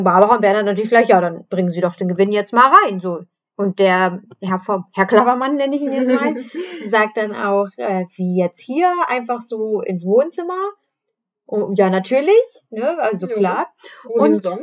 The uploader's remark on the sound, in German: Bessere Aufnahmequalität gibt es ab Folge #03.